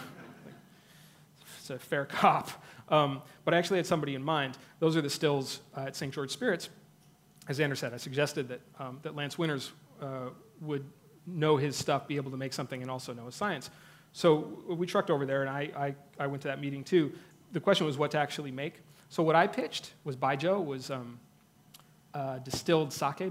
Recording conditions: busy venue